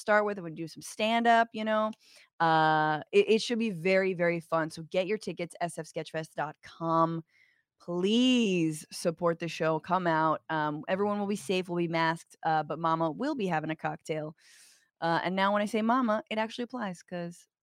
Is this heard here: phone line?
no